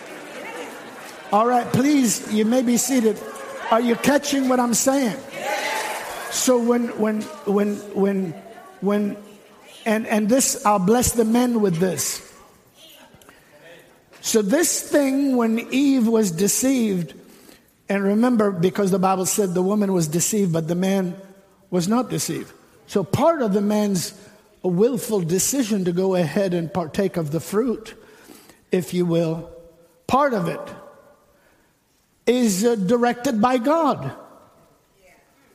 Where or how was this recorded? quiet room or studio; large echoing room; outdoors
large echoing room